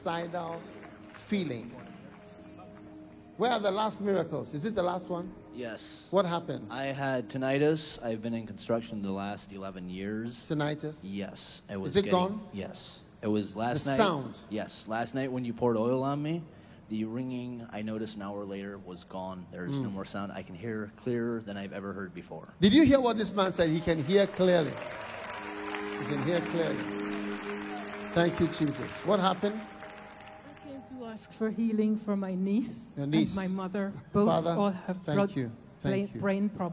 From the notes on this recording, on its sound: Preached at the Day 3 of the Revival Today International Camp Meeting in Pittsburgh, Pennsylvania-USA